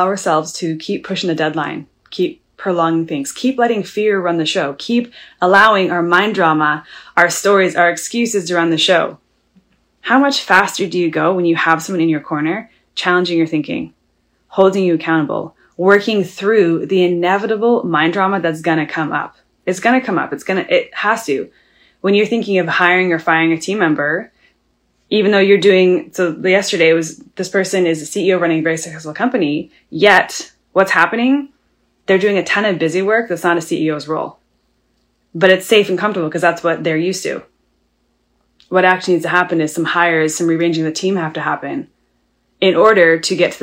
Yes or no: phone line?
no